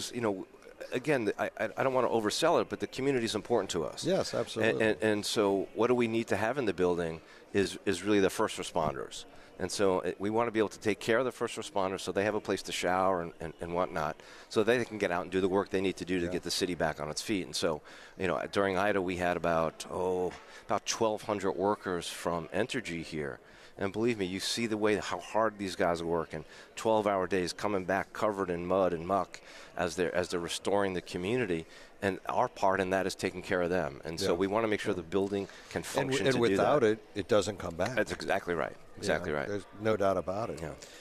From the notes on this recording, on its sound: New Orleans Chamber 2023 Annual Luncheon at Hilton Riverside New Orleans. Broadcasting LIVE from the Hilton Riverside for the New Orleans Chamber 2023 Annual Luncheon.